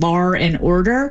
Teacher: There are two different kinds of inserted R's we get. The linking R, which is an extra R we find in dialects that typically drop the R, and New York is one of those, British English is another, and that is where you get lar and order.